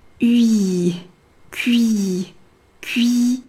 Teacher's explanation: 后面的半元音ü迅速地滑到 i